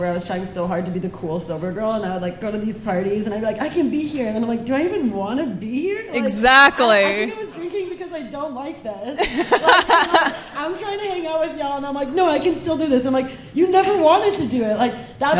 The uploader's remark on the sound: This episode features a fabulous panel of booze free women from our first live podcast event.